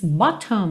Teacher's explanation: Olha só, bottom poderia ser bottom, numa pronúncia mais americana, mas ele diz bottom, com um T bem marcadinho